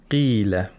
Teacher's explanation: the qaf should be pronounced with tafkhim at the lowest level